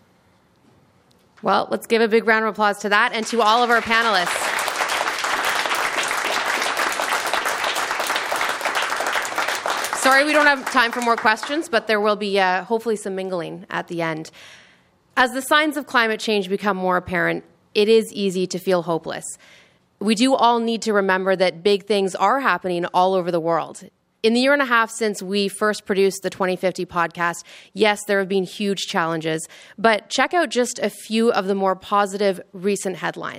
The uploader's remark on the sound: Taped in front of a live audience at CBC Vancouver.